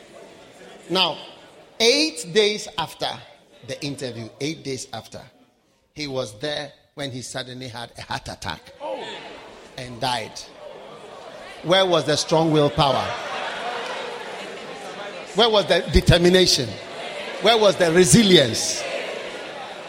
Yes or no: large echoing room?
yes